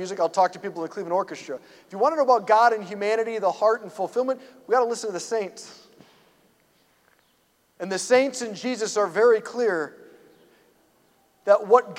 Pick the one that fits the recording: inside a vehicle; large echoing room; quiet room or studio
large echoing room